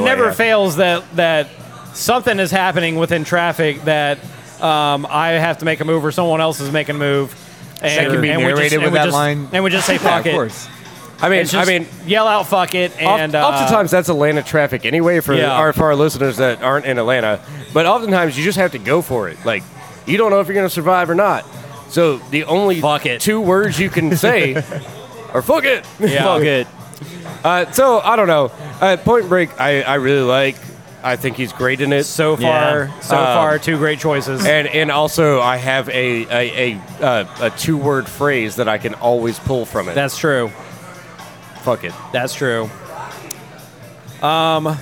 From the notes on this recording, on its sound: recorded at Rocky Mountain Pizza in Atlanta, GA!